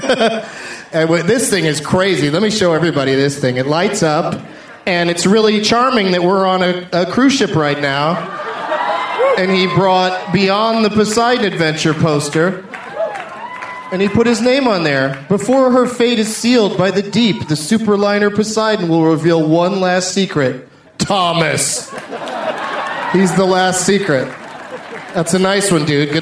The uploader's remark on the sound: Recorded on the … Cruise on January 22nd, 2012.